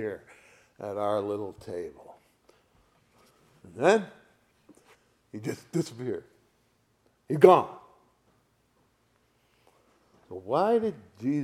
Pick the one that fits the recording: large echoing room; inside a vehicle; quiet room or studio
large echoing room